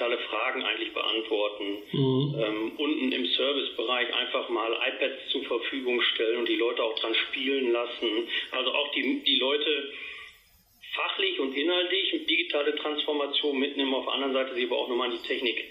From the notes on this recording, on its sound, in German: im Telefoninterview